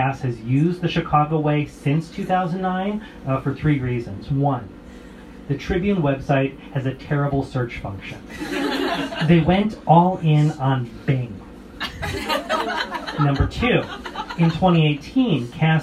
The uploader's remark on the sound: Recorded live March 11, 2020, at the Old Chicago Inn's Room 13 speakeasy. At the Old Chicago Inn's Room 13 speakeasy as part of Chicago for Chicagoans Chicago History 101 Speakeasy Series.